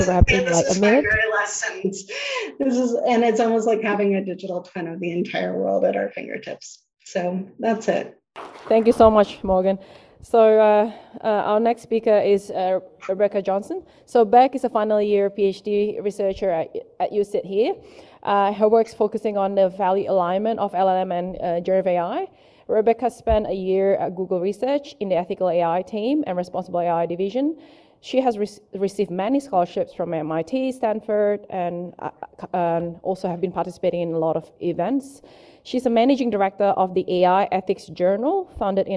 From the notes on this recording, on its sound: This panel discussion took place at the 2023 ADMS+S Automated News and Media Symposium, 13-14 July 2023 at the University of Sydney.